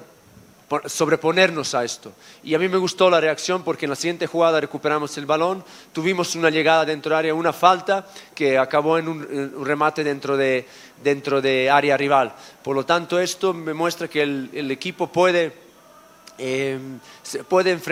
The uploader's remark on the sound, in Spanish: en vivo, desde el Estadio Jalisco